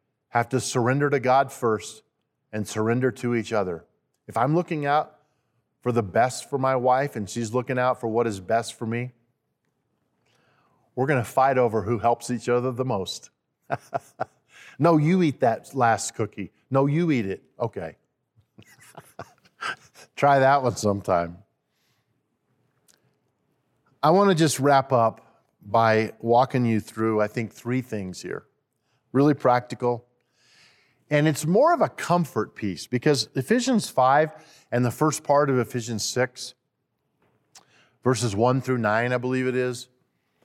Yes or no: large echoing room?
yes